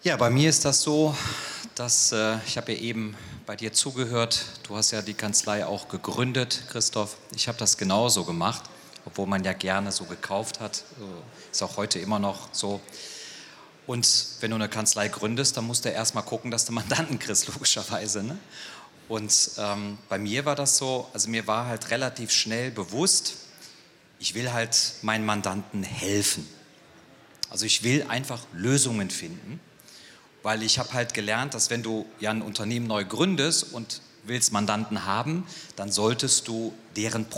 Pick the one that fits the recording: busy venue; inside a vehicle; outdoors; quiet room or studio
busy venue